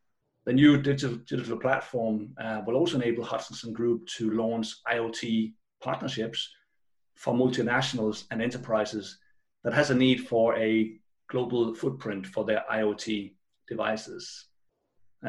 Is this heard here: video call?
yes